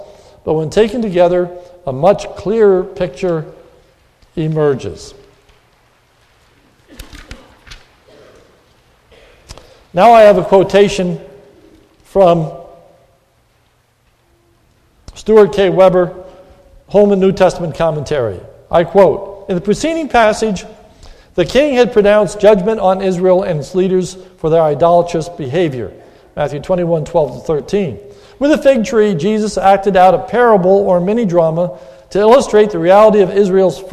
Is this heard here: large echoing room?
yes